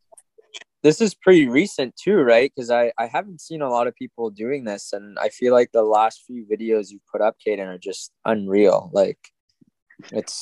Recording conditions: video call